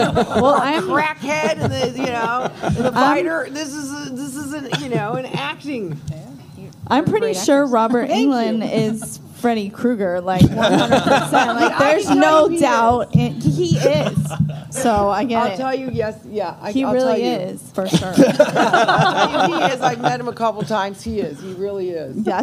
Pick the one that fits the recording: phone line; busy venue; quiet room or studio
busy venue